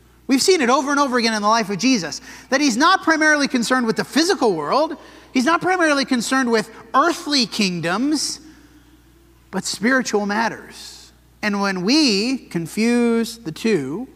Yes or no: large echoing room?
yes